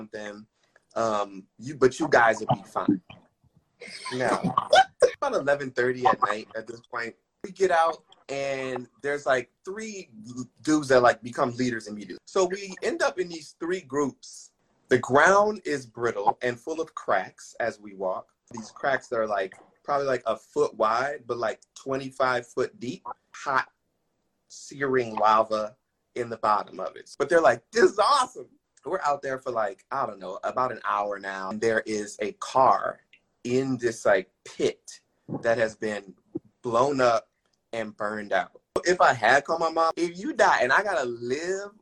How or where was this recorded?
video call